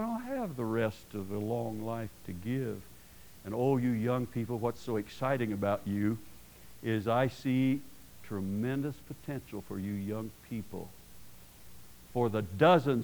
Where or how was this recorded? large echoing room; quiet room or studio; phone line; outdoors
large echoing room